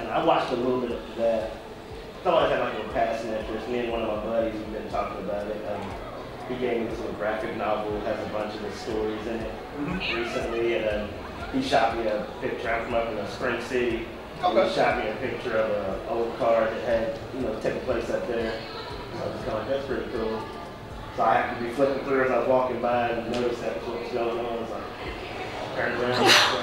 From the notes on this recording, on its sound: a panel we conducted at Metrotham Con 2023